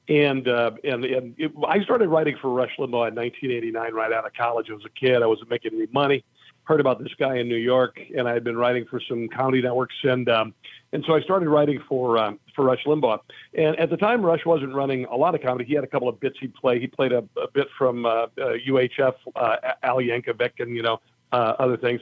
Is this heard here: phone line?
yes